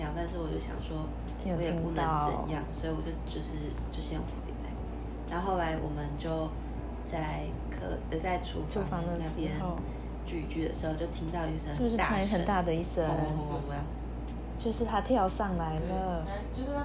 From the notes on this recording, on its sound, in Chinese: 當天睡前用耳麥錄的，紀錄驚魂未定，音質不佳不穩請見諒。